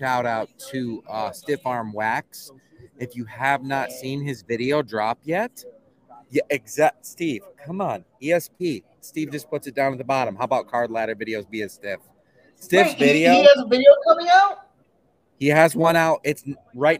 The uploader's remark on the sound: live with coverage from the Mint Collective Card Show in Las Vegas, Nevada.